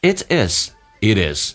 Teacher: It 跟 is 有一个连音叫 it is, t 变 d